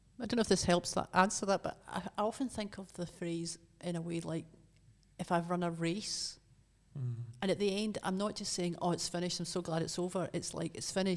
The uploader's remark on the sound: This episode was recorded in Aberfeldy Church of Scotland